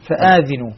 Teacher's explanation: الهمزة مدها والذال كسرها · Term: بالمد